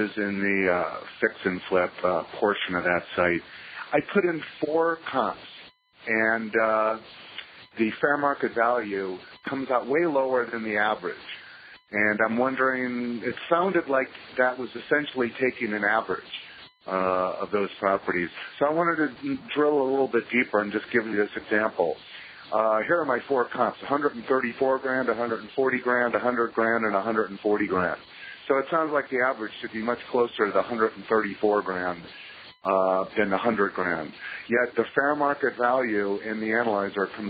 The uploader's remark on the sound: taking your phone calls and personally answering your questions